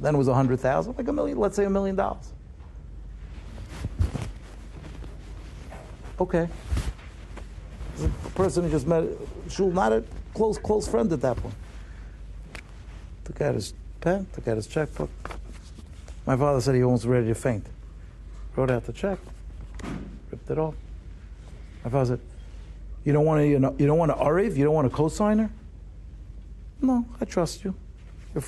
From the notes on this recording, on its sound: Shiur recorded in Yeshivas Ohr Reuven, Monsey, NY.